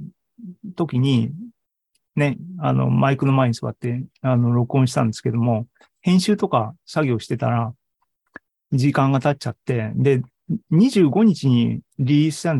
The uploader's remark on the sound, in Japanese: ２０２２年９月２８日に開催した ZOOMライブの模様です。